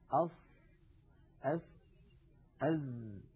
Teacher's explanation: المنطقة الزرقاء اللون من اللسان الغامقة تمثل منطقة المنطقة التي يقرع فيها رأس اللسان ومنتهى طرفه، منطقة الأسنان السفلى، ولا شك أن للأسنان العليا مشاركة في إخراج الصوت بدون تلامس، بدون تلامس يعني لا يلامس اللسان الأسنان العليا · Term: أحرف الصفير